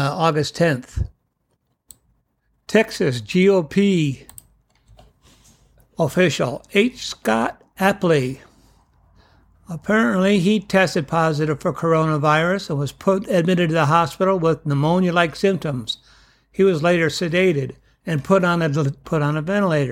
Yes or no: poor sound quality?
no